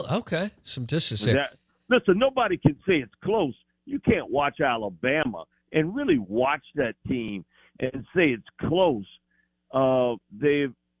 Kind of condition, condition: link, phone line